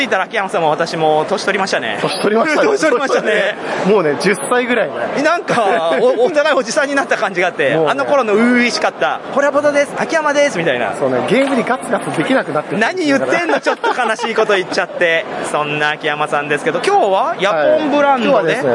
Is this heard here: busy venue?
yes